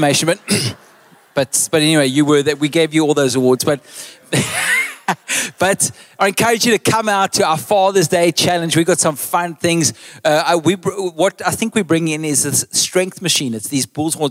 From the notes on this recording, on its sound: Recorded live on Sunday 11th June the 2023